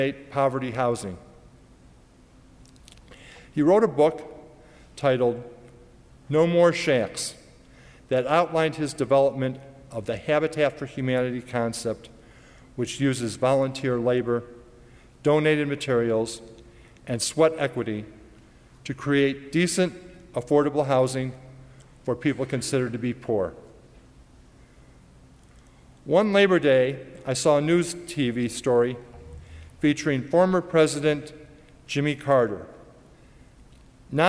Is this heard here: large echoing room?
yes